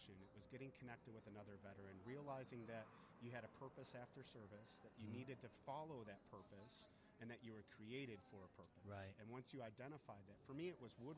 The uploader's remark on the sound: LIVE at Ballash Woodworks Grand Opening